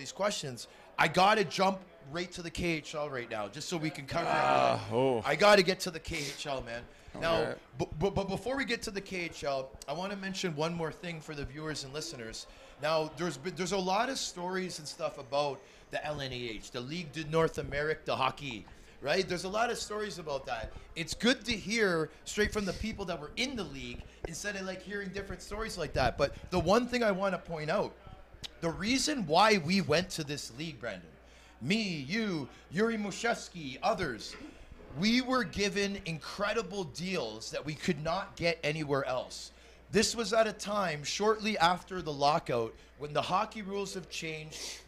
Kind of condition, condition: setting, busy venue